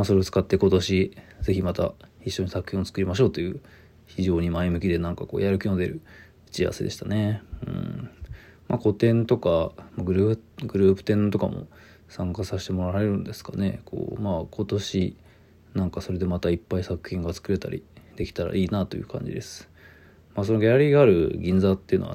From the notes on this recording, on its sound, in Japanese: ボイスメモです。